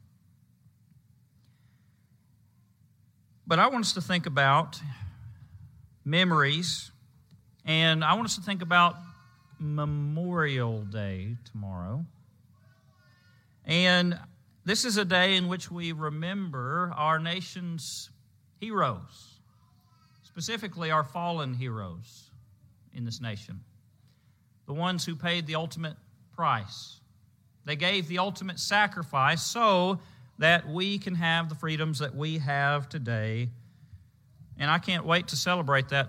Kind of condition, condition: setting, large echoing room